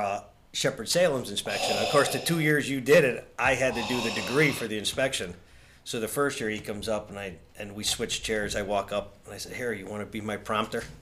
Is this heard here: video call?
no